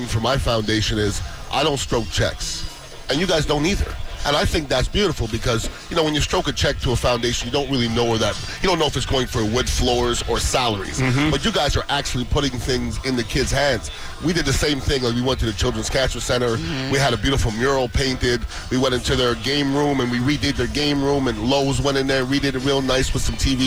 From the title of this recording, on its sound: Live from Pin Chasers for the Apple-a-Day iPad party!